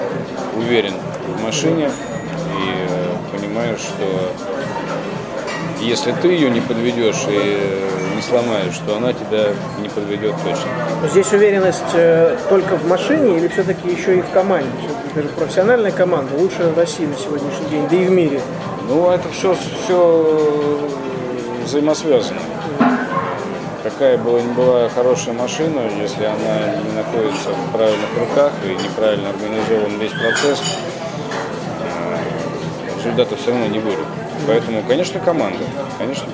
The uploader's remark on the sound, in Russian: был записан в одном из московских кафе